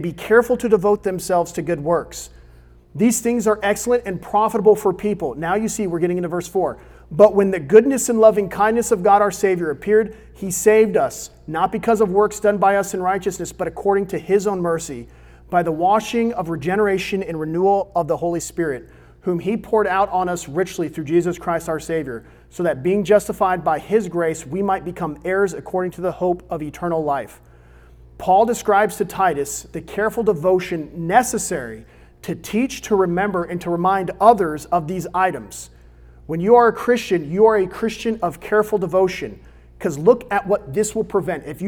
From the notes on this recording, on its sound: recorded on May 10, 2022 at Olive Baptist Church in the young adult ministry Crossroads.